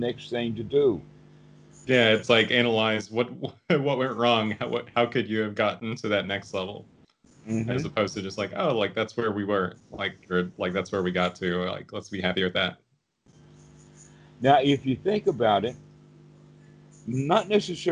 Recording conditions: video call